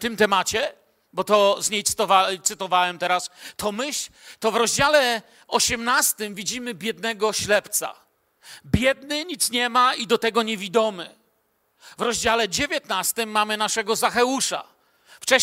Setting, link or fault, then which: setting, large echoing room